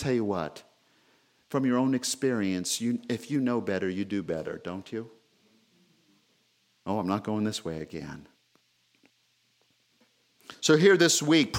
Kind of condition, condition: setting, large echoing room